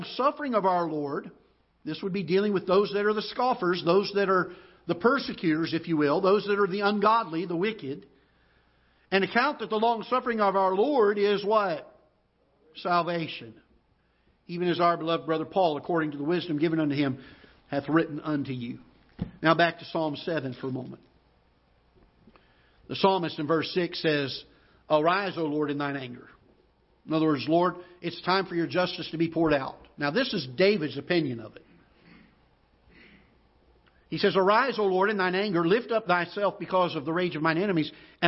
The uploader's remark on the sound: Ketha Heights Baptist Church ~ Live Broadcast